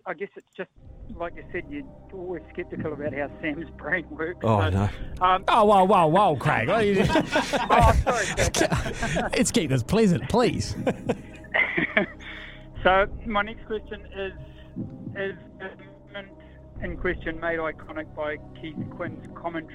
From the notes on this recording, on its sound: THE VAULT is off to a hot start on the phone lines.